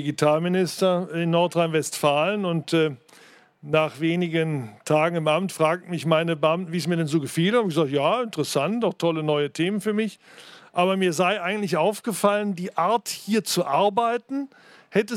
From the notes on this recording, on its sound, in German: Auf der Hauptbühne beim Campfire-Festival in Düsseldorf.